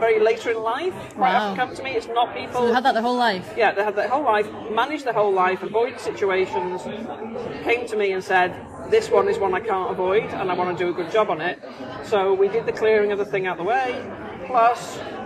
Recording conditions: background noise